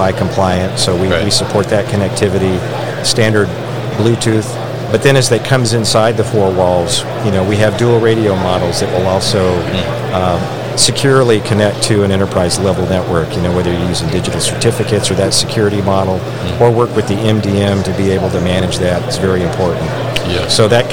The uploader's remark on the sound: live at ProMat 2023